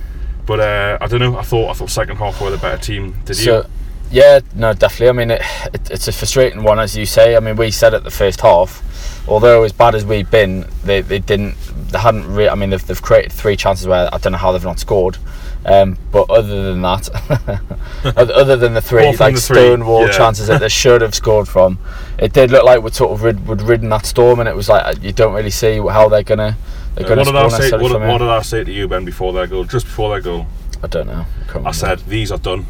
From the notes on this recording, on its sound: Join you from a car park outside of Hillsborough.